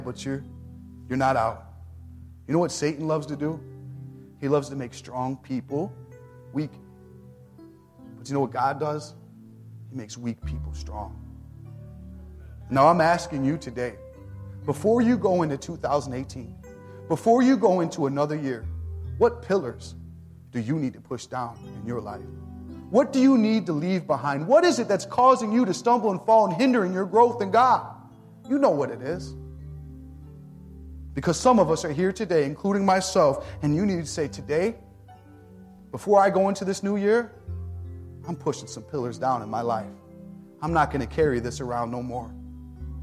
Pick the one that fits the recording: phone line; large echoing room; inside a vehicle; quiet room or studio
large echoing room